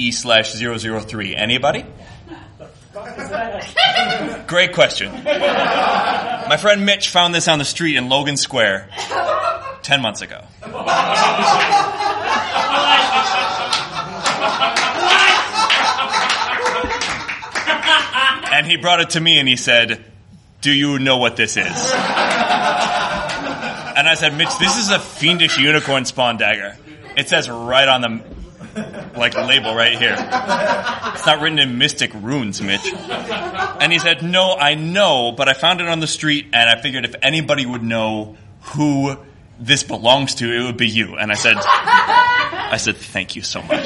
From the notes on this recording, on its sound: From the Chicago Nerd Comedy Festival! The fest was kind enough to let us record a Your Stories podcast there to cap off opening night, so we asked some of our favorite performers from across all three days of comedy to come share stories.